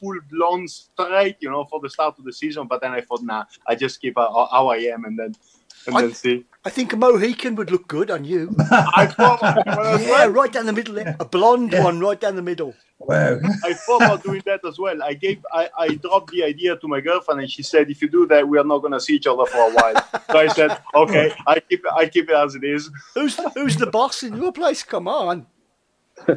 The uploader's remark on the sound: recorded via Zoom